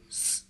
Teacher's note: Ici, la lettre S, il s'agit d'un S sourd. Donc, c'est S, S.